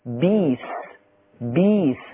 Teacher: ورش على طول يقلب الهمزه ياء عشان قبلها الباء مكسوره